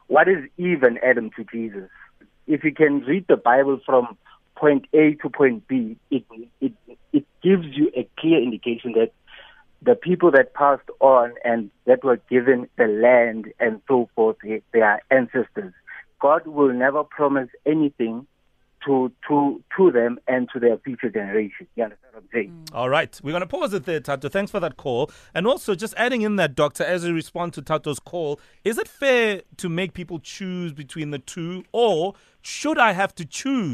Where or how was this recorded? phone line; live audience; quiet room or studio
phone line